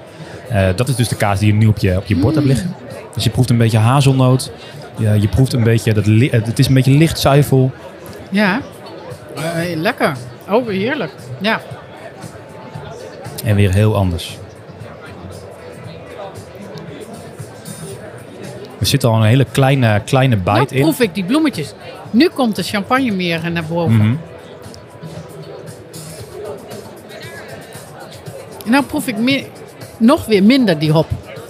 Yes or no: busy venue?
yes